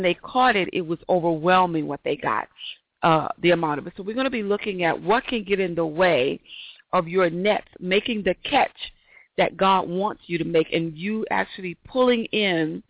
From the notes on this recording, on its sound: Got To Get Myself Together 2014 Summer Teleconference